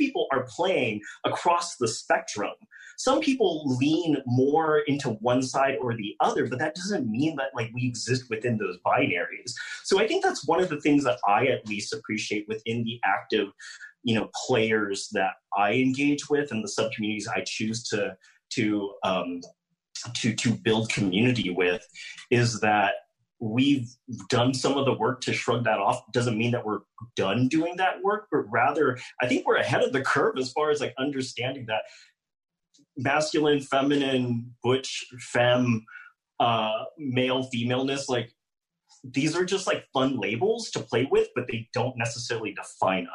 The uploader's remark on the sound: This program took place and was recorded live via video conference, for an online audience only, and was live-streamed by The Commonwealth Club of California from San Francisco.